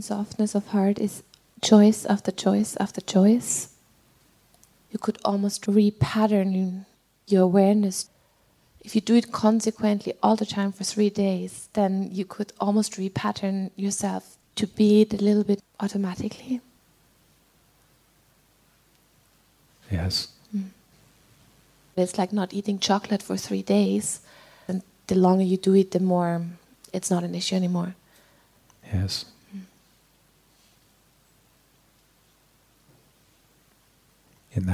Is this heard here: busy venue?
no